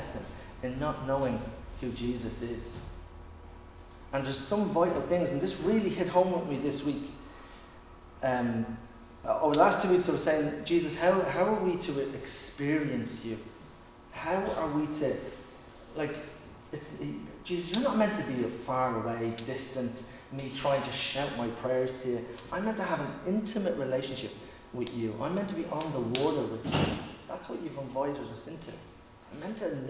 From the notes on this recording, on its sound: Recorded live in Liberty Church on 8 August 2021.